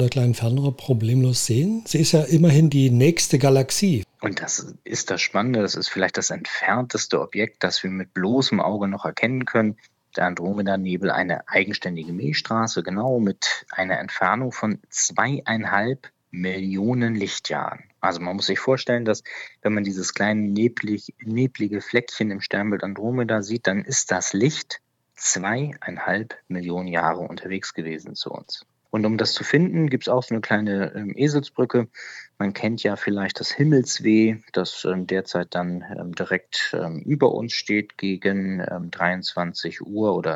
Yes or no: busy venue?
no